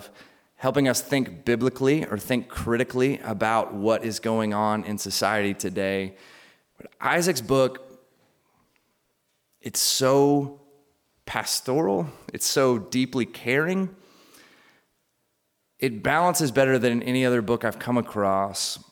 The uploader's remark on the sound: We get a chance to hear from a speaker for about 45 minutes before spending about 45 minutes in a Q&A.